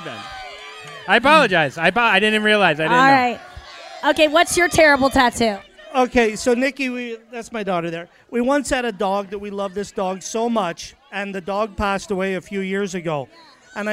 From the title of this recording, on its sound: Live From JUST FOR LAUGHS ESCAPES - CANCÚN!